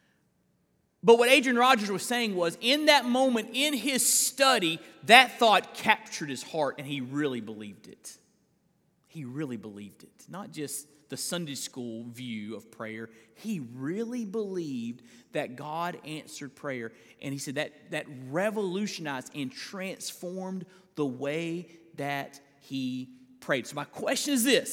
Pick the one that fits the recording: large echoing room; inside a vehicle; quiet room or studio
large echoing room